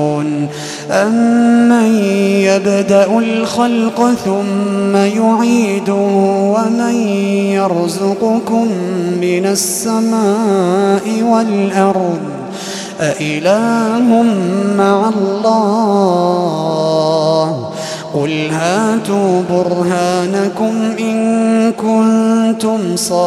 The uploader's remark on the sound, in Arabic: تسجيلات من صلاة التراويح لشهر رمضان عام 2016